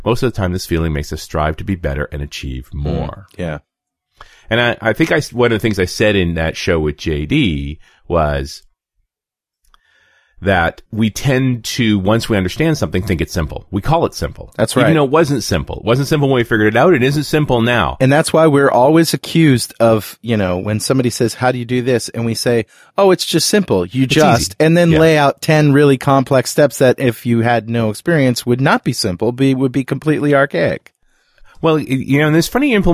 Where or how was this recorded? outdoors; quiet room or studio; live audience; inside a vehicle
quiet room or studio